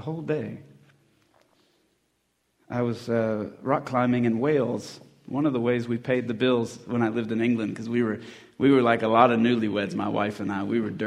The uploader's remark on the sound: at the 2020 Christian Men's Conference